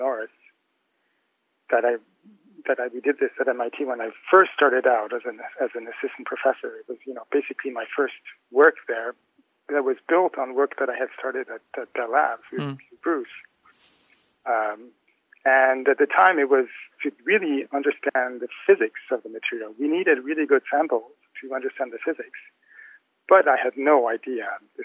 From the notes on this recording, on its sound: In this call recorded in the early morning, just after the news of his 2023 Nobel Prize in Chemistry had reached him.